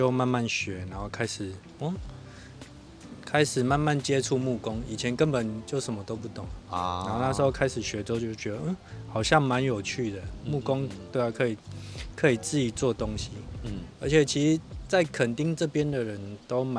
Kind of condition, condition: setting, outdoors